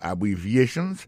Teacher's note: En parlant de accent tonique, ki jan pou nou prononcer mot yo, nan pou nan mot abbreviations nan ki signifie abbreviation. Abbreviations, accent tonique la, tombe sou troisième syllabe la. Nan mot sa, gen quatre syllabes.